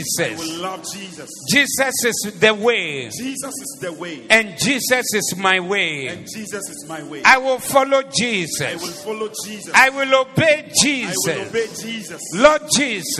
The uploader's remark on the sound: Preached at the Zeloo Service 17092023